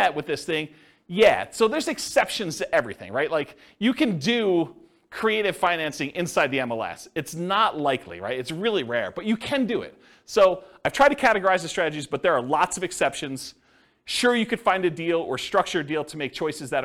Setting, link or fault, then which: setting, live audience